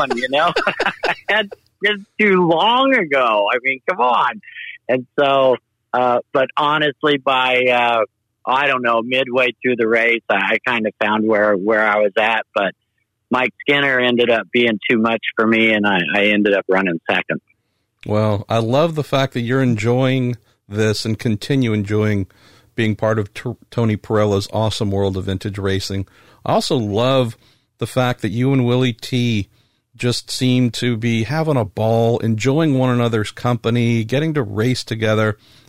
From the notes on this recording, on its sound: calls into The Week In IndyCar